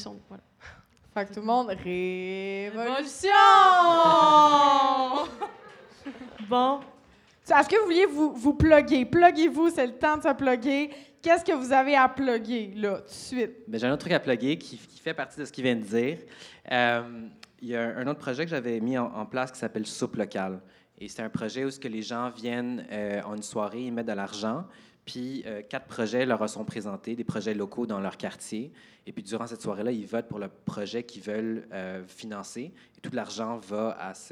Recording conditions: live audience